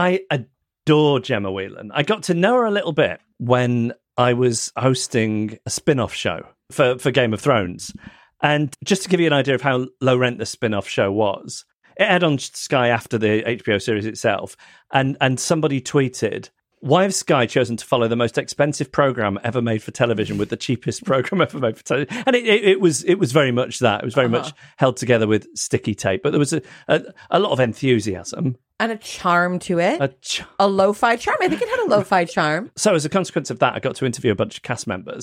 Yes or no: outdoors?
no